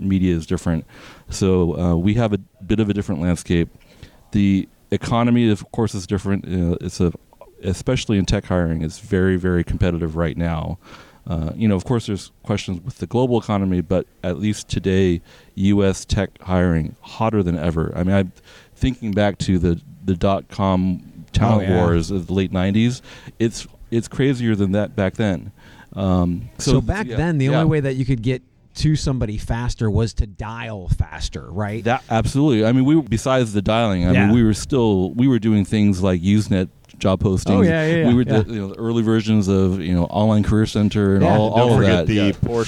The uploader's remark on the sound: at Jobvite's Recruiting Nation LIVE!